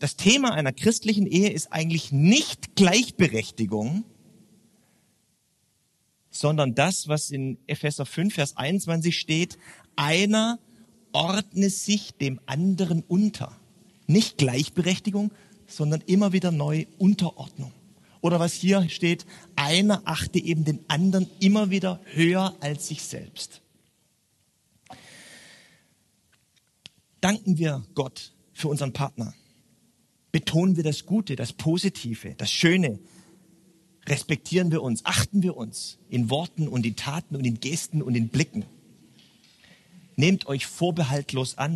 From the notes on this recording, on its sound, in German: beim churchbrunch im Stephanus eine Predigt gehalten